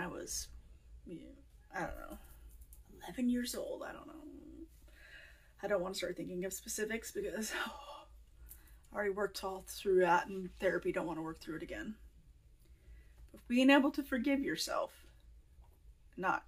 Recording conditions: phone or laptop microphone